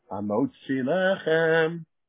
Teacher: the accent on lechem is on the first syllable. It pushes back the accent on the word on hamotzi.